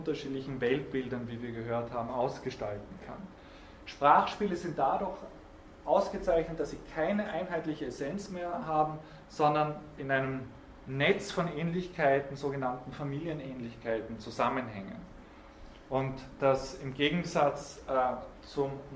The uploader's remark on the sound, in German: Diese Vorlesung wurde von Studierenden aufgenommen